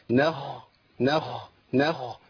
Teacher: الخاء فيها رخاوه، لابد من جر الصوت